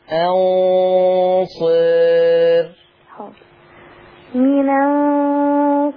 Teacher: لما تقللي الراء هتبقى مرققة